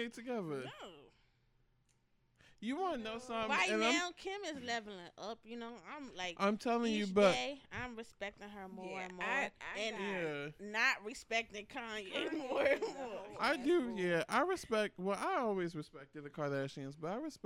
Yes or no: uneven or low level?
yes